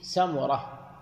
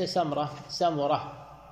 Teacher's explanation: جابر ينطق اسم أبيه بضم الميم · Shown in: first take · سمرة وليس سمرة سمرة.